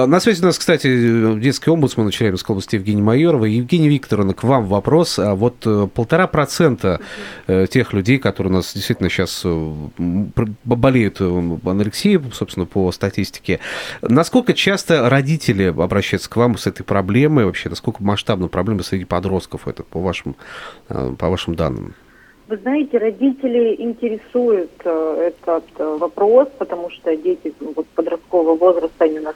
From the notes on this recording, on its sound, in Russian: Гости эфира на радио "Комсомольская правда". На связи со студией по телефону.